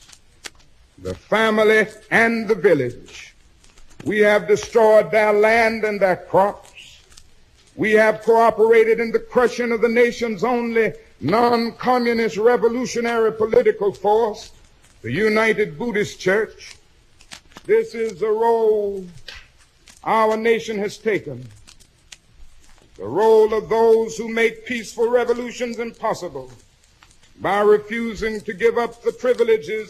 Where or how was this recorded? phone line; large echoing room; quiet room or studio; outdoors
large echoing room